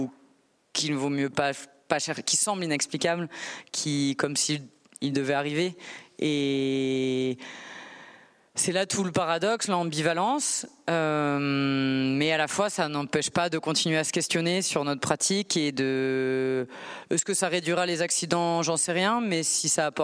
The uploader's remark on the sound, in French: Juin 2023, conférence ENSA